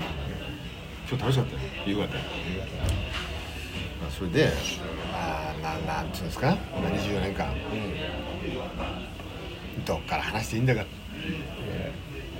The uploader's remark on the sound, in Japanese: 焼肉屋の待合室から！野外録音とは言っても焼肉屋の順番待ちの間の会話から？！